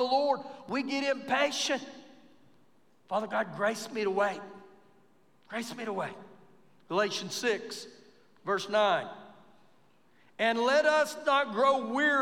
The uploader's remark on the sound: Recorded live during our Wednesday night service